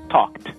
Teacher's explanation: Então, por exemplo, se você quer falar o passado de talk, como o talk no presente termina com um som desvozeado, que é o k, o ED tem uma pronúncia de T, então você fala talked.